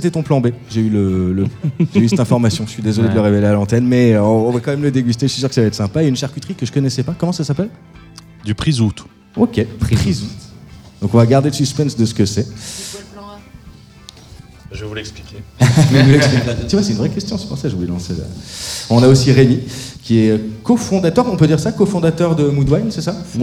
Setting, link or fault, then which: setting, busy venue